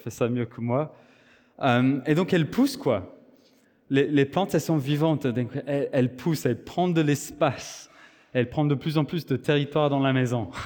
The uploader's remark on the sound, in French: Enregistré à l'église CVV, le 10/09/2023